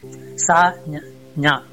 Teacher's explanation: இடை அன்னத்துல போய் இடை நாக்கு ஒட்டினால் சா ஞா வந்து வந்துடும்